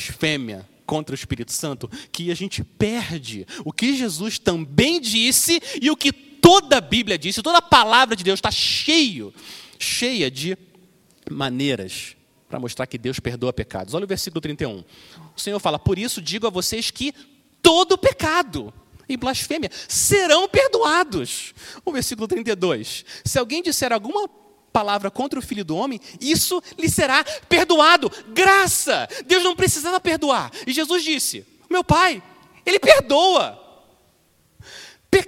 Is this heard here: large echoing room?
yes